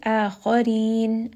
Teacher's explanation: A is going to be a two count med. Kha is going to be heavy. Ra in this case is light. Akharin, and then we end on a four count med.